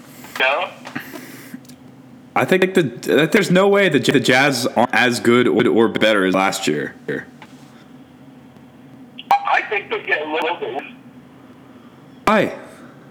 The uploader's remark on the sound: Sorry for the bad audio quality